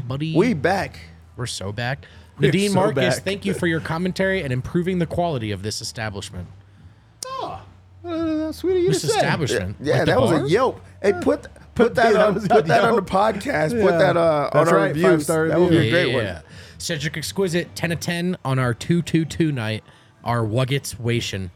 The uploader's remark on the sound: LIVE from the DNVR bar